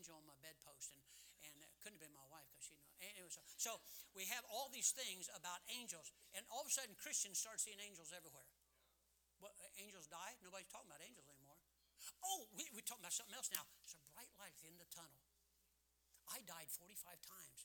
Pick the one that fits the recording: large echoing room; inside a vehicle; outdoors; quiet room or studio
large echoing room